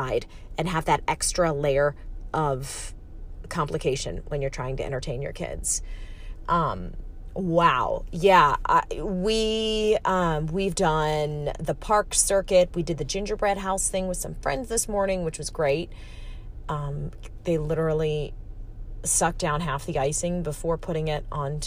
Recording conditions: inside a vehicle